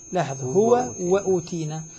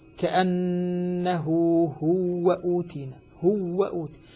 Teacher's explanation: الهاء مضمومة وبعدها واو مشددة، فالواو المشددة أولها واو ساكنة، فكأنه قال هذه الواو الساكنة قد تتأثر بالضم الذي قبلها فتصبح مدية. · Term: الإدغام